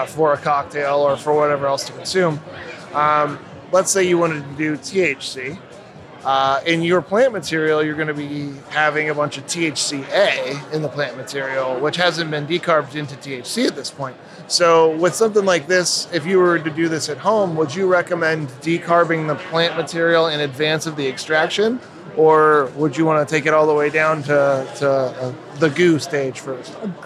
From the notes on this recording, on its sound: MORE Live Interviews From The Extraction Expo Floor. In-person interviews recorded on the floor of The Extraction Expo in Los Angeles!